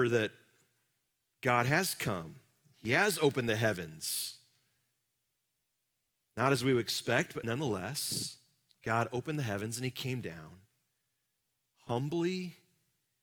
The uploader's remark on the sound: Live from our Celebration Ministry Center